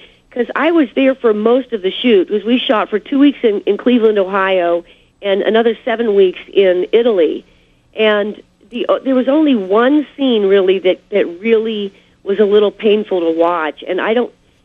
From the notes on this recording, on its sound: called